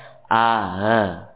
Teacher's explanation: Bainal fathah wal kasrah. Ya, yakni membaca antara suara fathah dan kasrah. Bainal alif wal ya, suara di antara alif dan ya, yakni seperti kurang lebih a. · Term: tashil